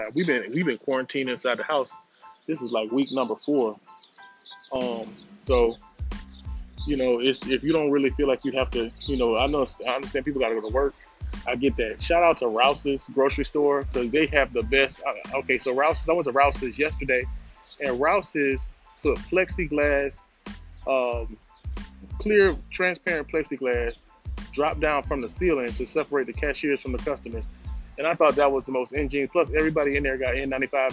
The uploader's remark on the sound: We are staying safe in the quarantine but I had to make a run for my wife’s birthday! I’m outside of Empire Wings with a face mask on!